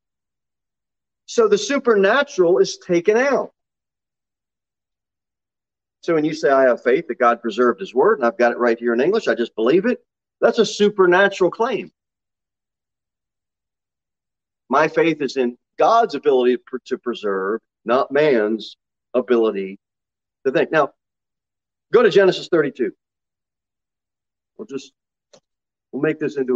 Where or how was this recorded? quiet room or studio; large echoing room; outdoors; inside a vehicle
large echoing room